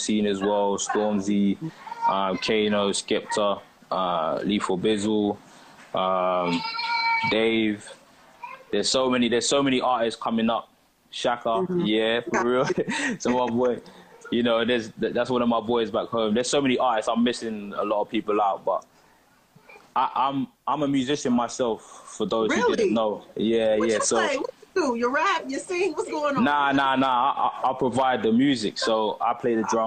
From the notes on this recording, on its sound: Instagram Live